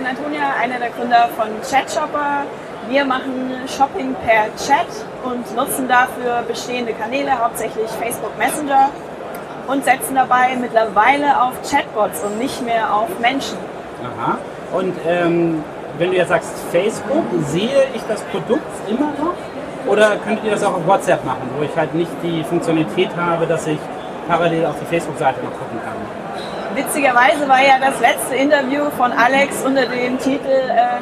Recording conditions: background noise